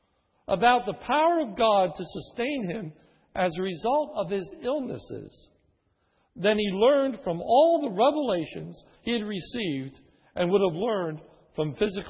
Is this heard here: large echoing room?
yes